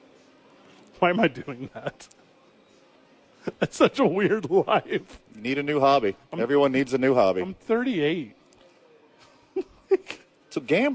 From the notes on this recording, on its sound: they are live from Red Door Downtown